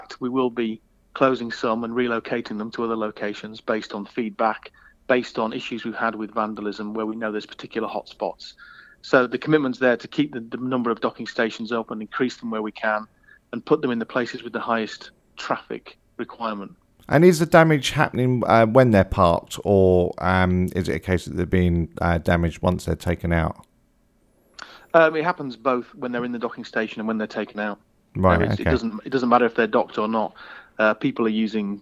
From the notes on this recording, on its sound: Phone Interview. On The Phone From Santander.